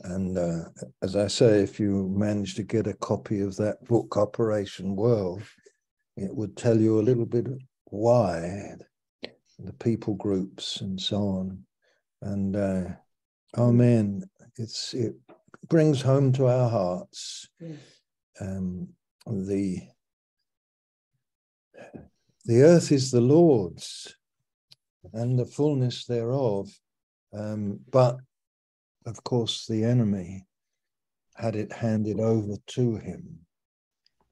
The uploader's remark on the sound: Malaysia Meets (Zoom)